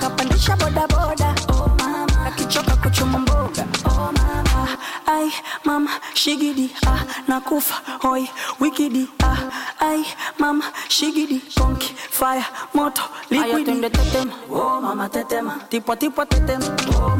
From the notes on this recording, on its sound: LIVE FROM CLUB MARACAS IN QUEENS NY